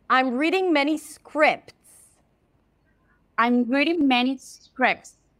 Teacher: when you have the word scripts, a lot of times people just drop the T